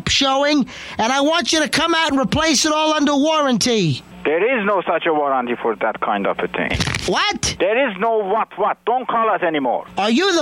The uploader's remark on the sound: Prank Phone Calls. "02-Carpet Calls 1" from archive.org.